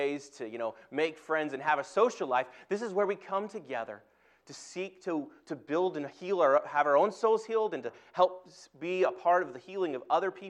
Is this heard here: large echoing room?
yes